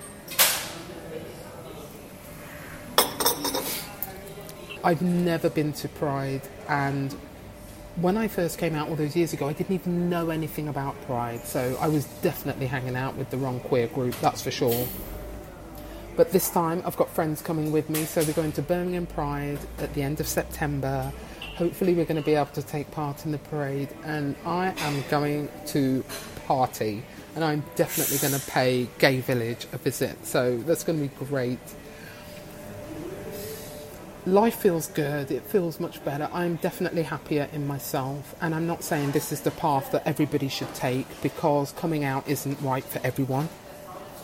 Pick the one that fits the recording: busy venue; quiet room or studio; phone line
busy venue